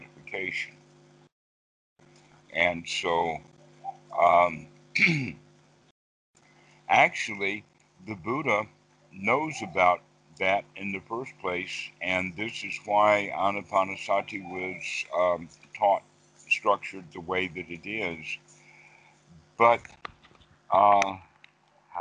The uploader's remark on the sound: skype calls on this channel